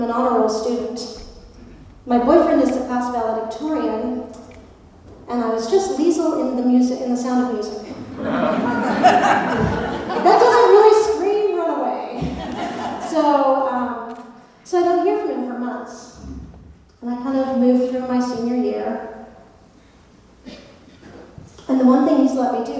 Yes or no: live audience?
yes